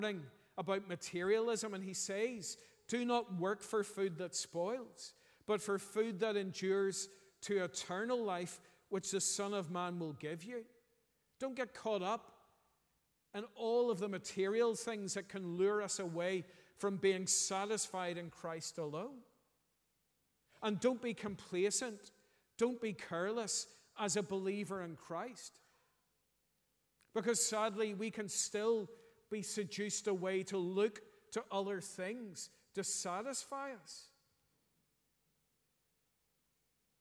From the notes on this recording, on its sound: preached at our morning harvest thanksgiving service